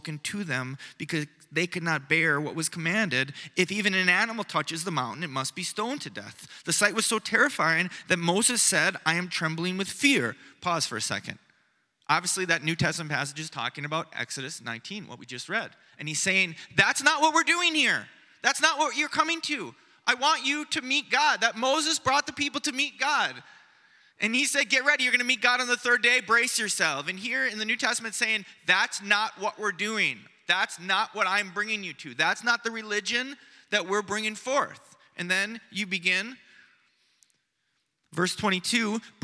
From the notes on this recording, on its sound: Preached on Sunday morning